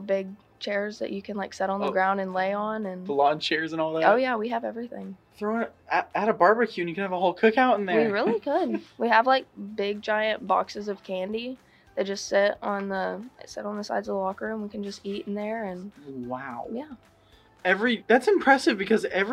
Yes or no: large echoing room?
no